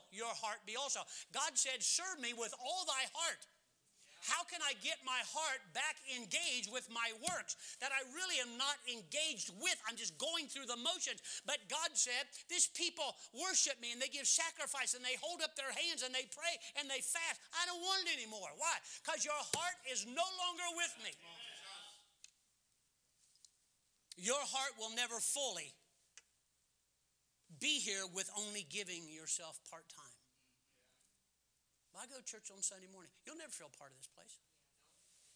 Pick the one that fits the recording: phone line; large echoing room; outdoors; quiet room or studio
large echoing room